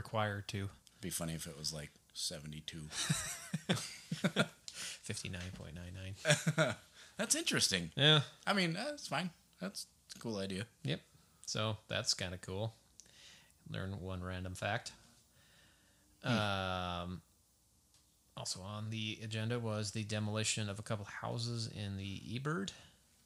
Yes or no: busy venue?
no